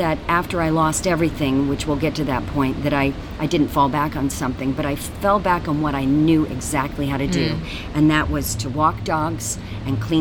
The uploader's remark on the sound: Chats live from Adelaide Fringe 2019. Chats live from Adelaide Fringe 2019. LIVE at the Adelaide Fringe Festival.